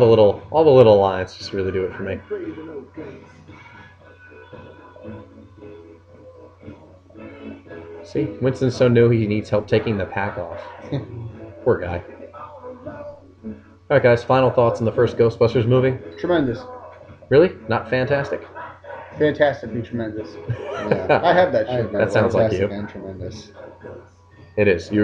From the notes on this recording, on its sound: Please note that, due to a technical issue with the recording equipment, the audio quality is lower than the website's average output.